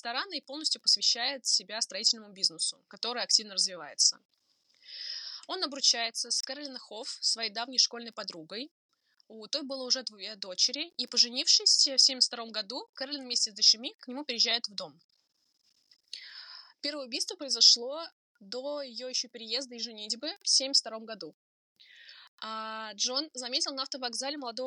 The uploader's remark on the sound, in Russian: В этот раз мы попробовали программу для записи подкаста и пребываем в ужасе от качества записи.